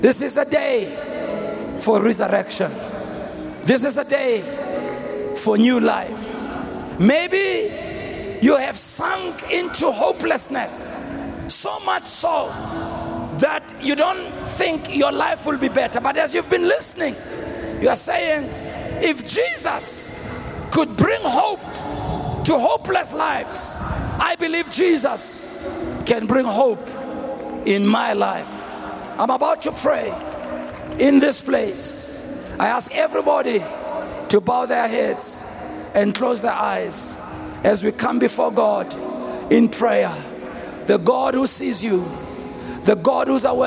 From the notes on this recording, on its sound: preached on Resurrection Sunday at the Annual Good Friday Celebration held at Orlando Stadium on the 09th of April 2023